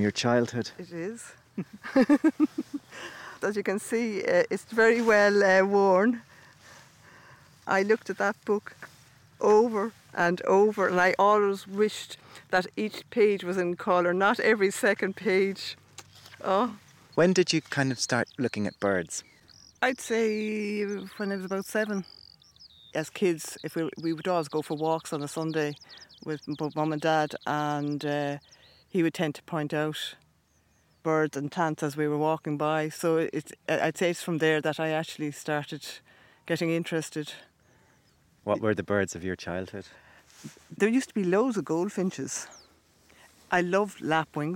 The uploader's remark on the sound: go birdwatching in a meadow on a hill outside Malahide